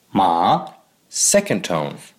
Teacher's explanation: The second tone rises slowly from middle to high.